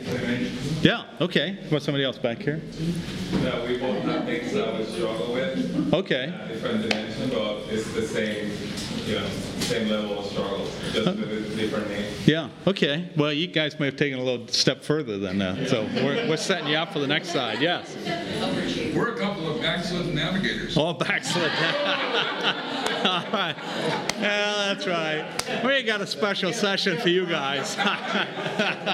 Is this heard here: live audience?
yes